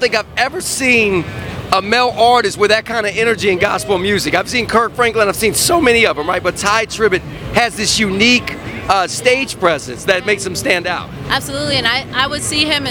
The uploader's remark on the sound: broadcasts live at NAMM 2023 inside the NAMM Media Center at the Anaheim Convention Center in Anaheim, California.